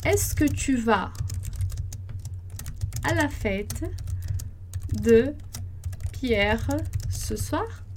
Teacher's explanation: Então, primeira coisa, a gente tem uma pergunta aqui, a gente faz a entonação crescente